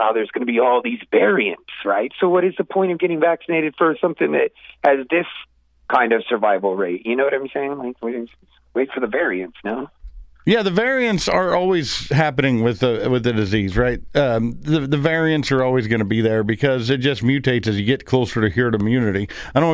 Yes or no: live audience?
no